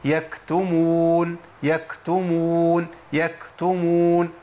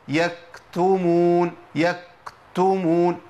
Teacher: لازم الهمس يمشي مع الكاف وهي خارجة · Shown in: first take · Term: همس الكاف